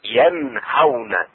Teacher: ينهون إظهار النون الساكنة في الهاء